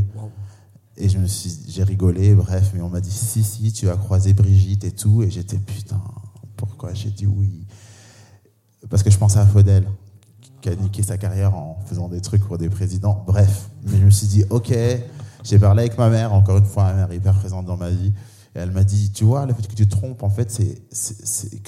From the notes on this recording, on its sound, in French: Cet épisode a été enregistré le 9 octobre 2021 en live depuis le festival Les Chichas de la pensée, aux Magasins Généraux, et grâce aux Ateliers Médicis.